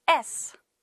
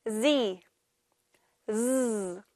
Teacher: S 소리와 같은 방법으로 내는데 다른 점은 목에 떨림이 있는 소리예요. · Shown in: second take